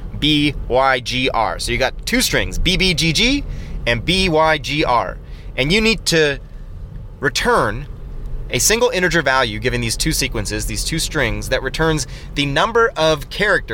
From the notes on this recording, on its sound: record live from Slovenia while driving